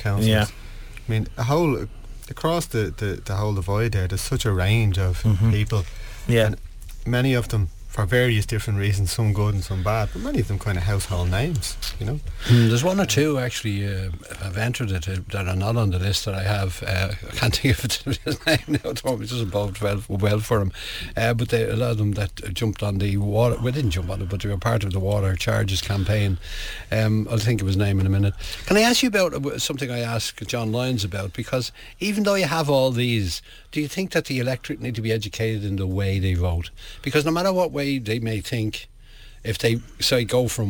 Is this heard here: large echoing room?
no